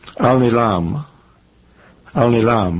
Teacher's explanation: That's an Arabic word. You have to come down hard on the last syllable.